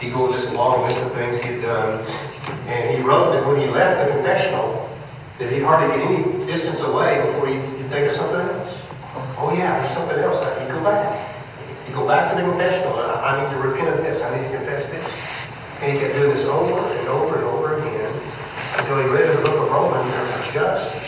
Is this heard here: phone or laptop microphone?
yes